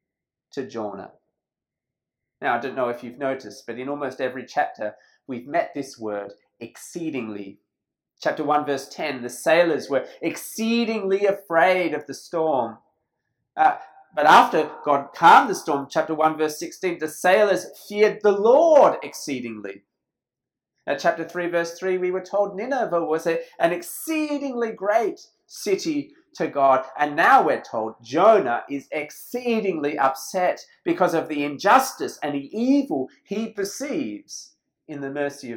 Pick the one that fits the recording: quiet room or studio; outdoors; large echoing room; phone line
large echoing room